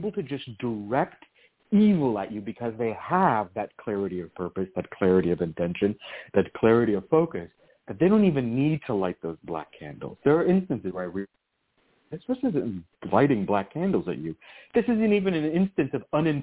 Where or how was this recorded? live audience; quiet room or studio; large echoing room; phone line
phone line